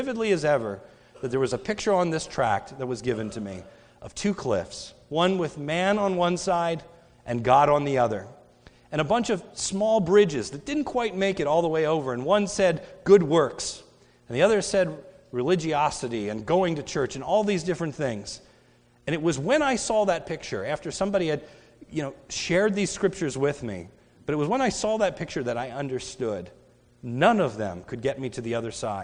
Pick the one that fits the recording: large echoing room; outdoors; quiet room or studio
large echoing room